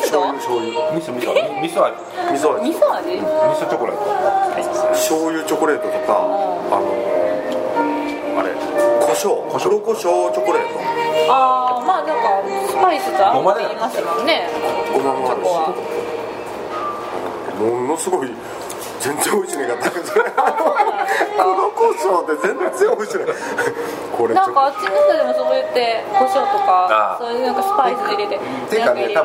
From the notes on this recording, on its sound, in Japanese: 韓国料理店での収録のため、バックにそれ系の音楽が流れてますｗ